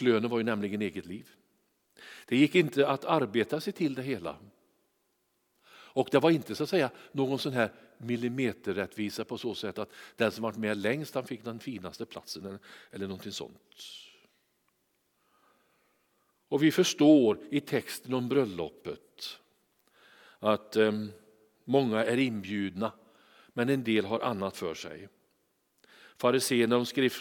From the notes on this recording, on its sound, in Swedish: Inspelning från Immanuelskyrkan Skövde.